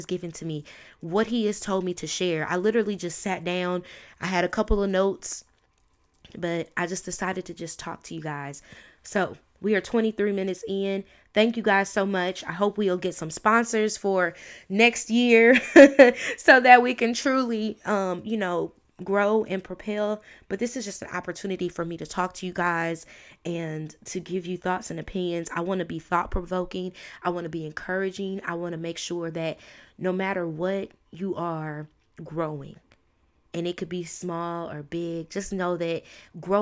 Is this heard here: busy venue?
no